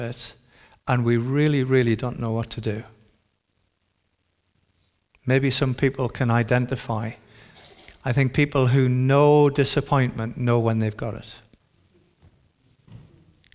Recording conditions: large echoing room